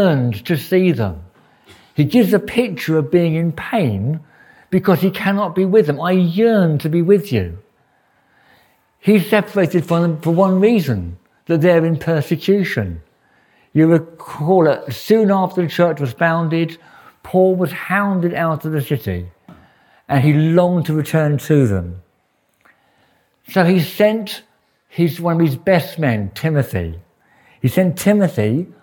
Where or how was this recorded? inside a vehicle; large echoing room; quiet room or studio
large echoing room